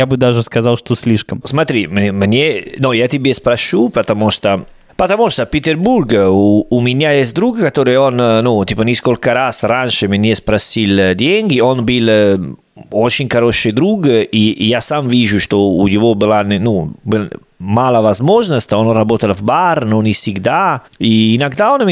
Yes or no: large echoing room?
no